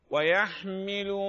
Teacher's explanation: لولا البحة اللي في الحاء لكانت عين